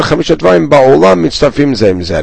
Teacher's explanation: Now notice, I said it, slurring the ending open vowel of Ola with the opening consonant mem of mitzarfin